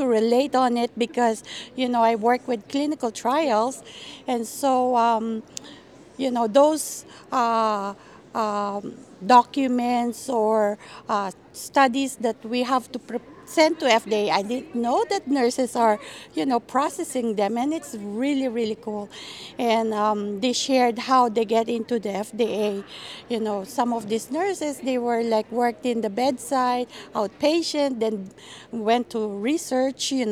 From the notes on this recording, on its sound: live podcast from the 2023 Oncology Nursing Society (ONS) Congress